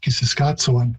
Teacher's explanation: Plains Cree tends to use a ts sound more than a ch, but can be used in some dialects, and so I'm not surprised that that's how most people pronounce it.